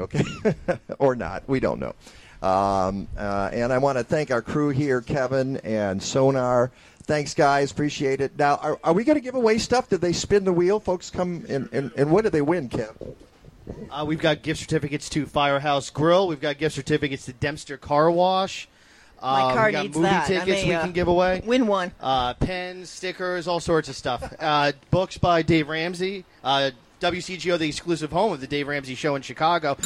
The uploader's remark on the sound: live from the Custer Fair in Evanston, Illinois